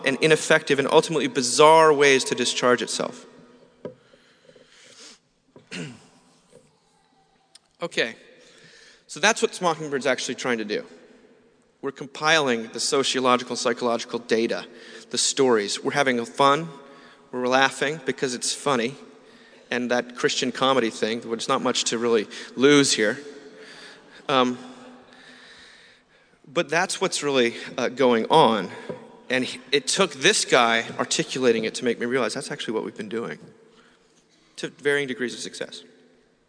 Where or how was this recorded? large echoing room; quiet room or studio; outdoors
large echoing room